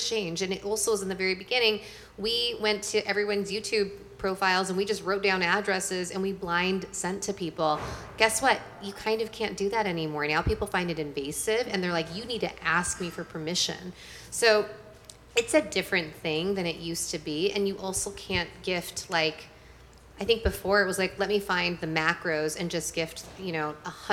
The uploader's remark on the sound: Female Founder World Networking Pop-Up in partnership with Shopify LA: a live recording from the panel!